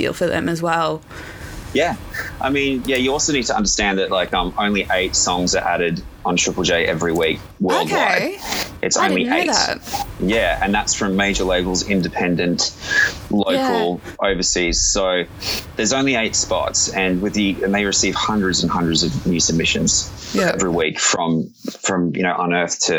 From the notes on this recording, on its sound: Due to face to face and travel restrictions, we’ve had a few more phone interviews than usual.